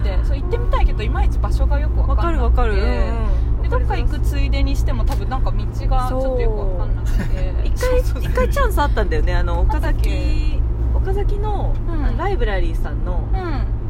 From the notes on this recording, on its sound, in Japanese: 春になったらお出かけ収録！